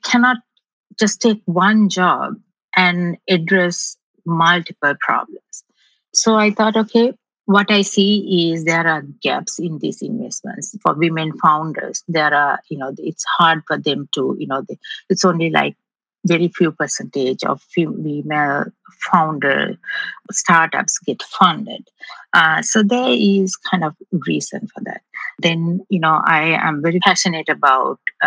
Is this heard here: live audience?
no